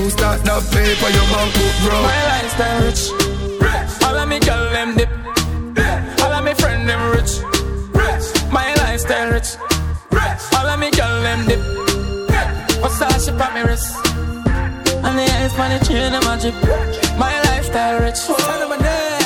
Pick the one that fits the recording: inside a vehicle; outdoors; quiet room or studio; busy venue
busy venue